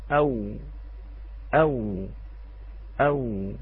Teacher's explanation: هناك شيء بسيط في عمل اللسان من الخلف، من الخلف ارتفاع قليلا في أقصى اللسان يكاد أن يلاحظ، وفي هذا الارتفاع أخوتي الأحبة يساعد إتمام استدارة الشفتين كما ينبغي لخروج صوتها صحيحا. · Term: حرف الواو